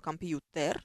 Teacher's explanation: то есть «т» не смягчаем